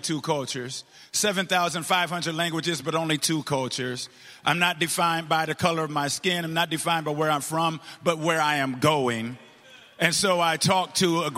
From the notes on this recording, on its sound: share messages with this year’s Pray Vote Stand Summit audience